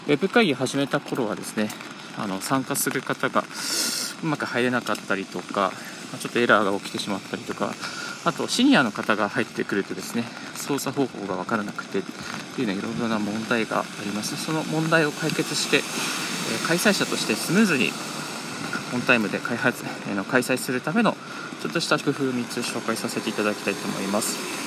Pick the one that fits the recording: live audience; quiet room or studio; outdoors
outdoors